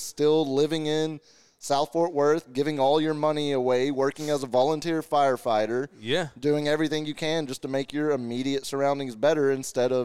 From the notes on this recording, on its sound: Live from Texas Cheer Liquor in San Antonio, TX.